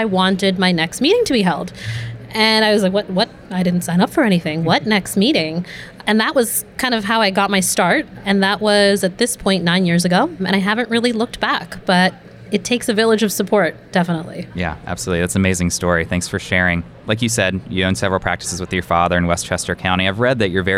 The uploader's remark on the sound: taped live at the Greater New York Dental Meeting in Manhattan